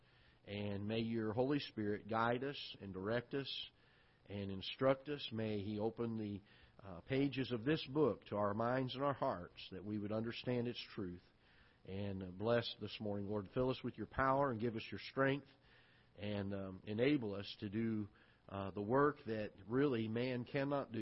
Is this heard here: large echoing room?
yes